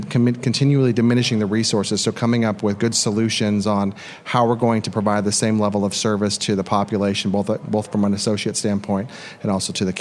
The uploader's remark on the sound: Live From The 8th Annual Building Resilience Through Private-Public Partnership Conference In Washington D.C.